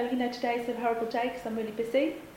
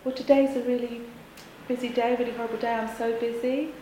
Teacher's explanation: And a feminised voice would be something like, well, today's a really busy day, really horrible day, I'm so busy. And the vowels themselves are longer and the delivery is not so clipped and sharp · Shown in: second take